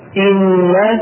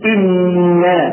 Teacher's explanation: والصواب ان يقول ان، فلا يشبع حركة الكسرة التي هي في الهمزة · Shown in: second take